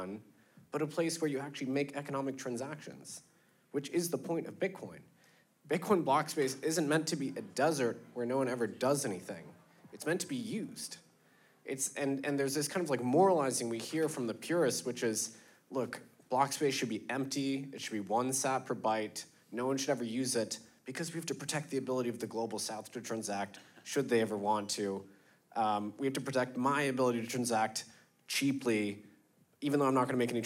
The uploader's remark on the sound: Ordinals 2023 Panel. Recorded Live in Miami Beach at the Ordinals 2023 Conference.